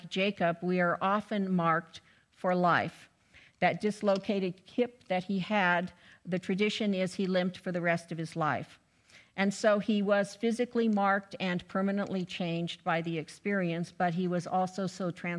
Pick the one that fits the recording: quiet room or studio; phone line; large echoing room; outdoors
large echoing room